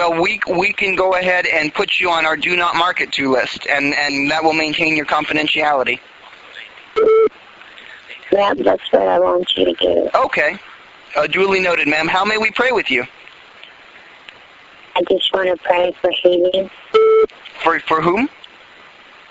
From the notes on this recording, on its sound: Prank Phone Calls